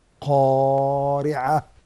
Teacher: قا حرف استعلاء وتفخيم، والعين صادرة من أقصى الحلق